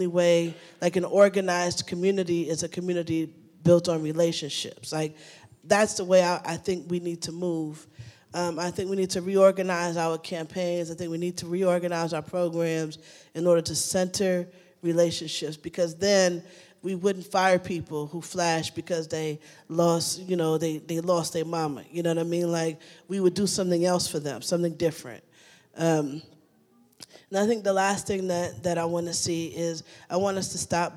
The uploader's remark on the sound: This conversation was recorded at Auburn Seminary's December 2019 Mountaintop Gathering in Oakland, CA.